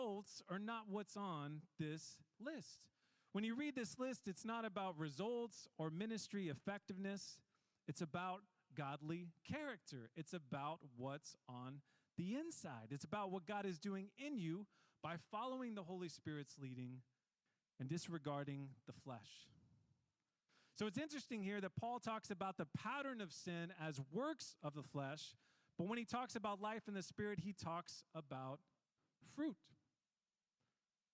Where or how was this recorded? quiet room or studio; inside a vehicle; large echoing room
large echoing room